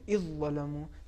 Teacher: یعنی دال کو بالکل حذف کر دیا جائے گا اور دال کی جگہ پر حرف ذو کو یا حرف ذا کو تشدید کے ساتھ جی. تلفظ کیا جائے جبکہ گا. · Term: ادغام